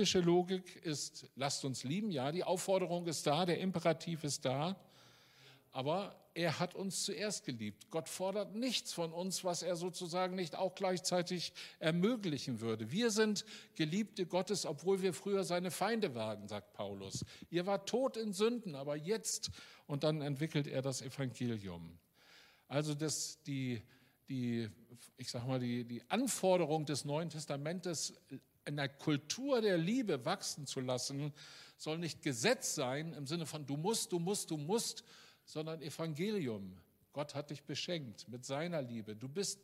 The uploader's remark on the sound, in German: Aufzeichnung der Predigt des Gottesdienstes